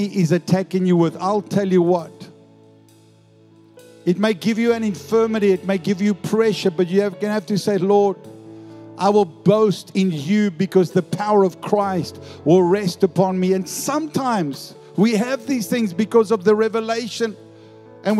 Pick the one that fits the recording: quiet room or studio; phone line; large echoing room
large echoing room